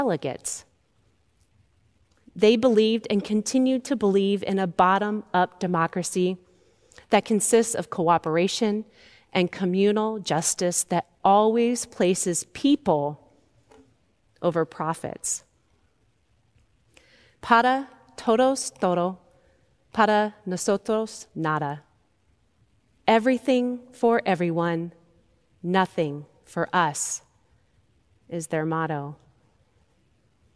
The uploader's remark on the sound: Recorded live at Beatitudes Church in Phoenix, AZ.